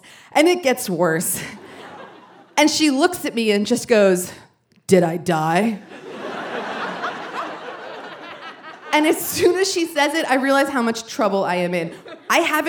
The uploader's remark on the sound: Live from New York City. In this hour, we present audio from a great live show.